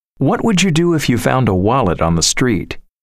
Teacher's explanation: Notice how the D and Y sounds blend to J in questions with would you. · Term: Blending of D and Y